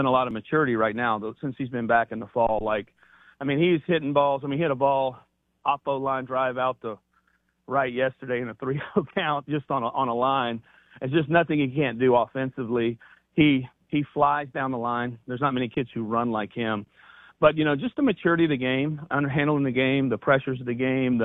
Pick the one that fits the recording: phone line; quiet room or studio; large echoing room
phone line